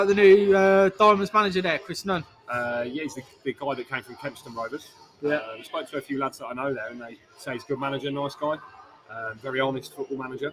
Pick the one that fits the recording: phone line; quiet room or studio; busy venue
busy venue